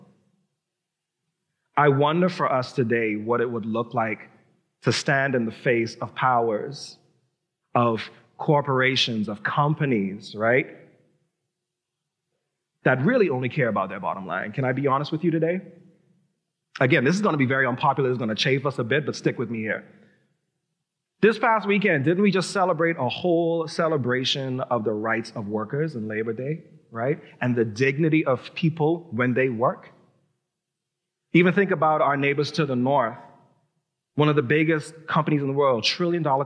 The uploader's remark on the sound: Recorded live at New Providence Community Church.